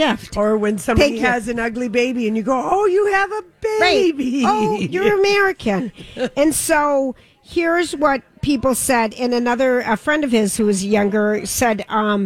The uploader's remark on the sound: live from Creative Hair Design